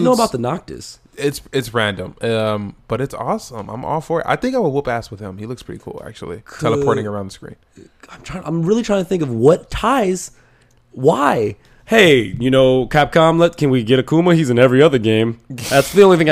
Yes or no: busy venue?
no